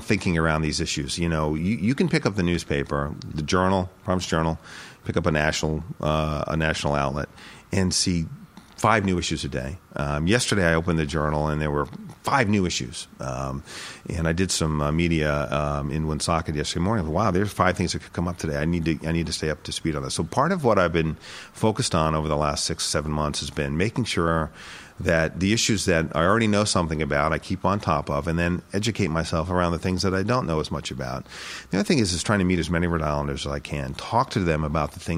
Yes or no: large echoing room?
no